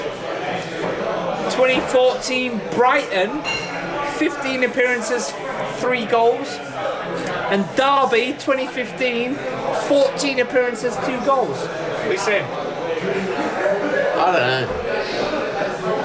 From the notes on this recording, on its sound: We had to move pubs so excuse the noise in this weeks pubchat.